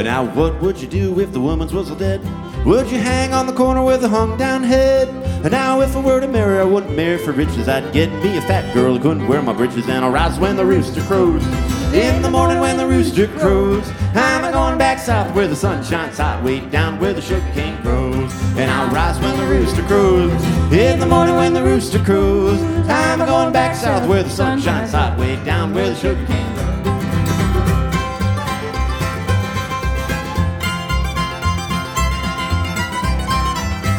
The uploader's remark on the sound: Savannah Music Festival LIVE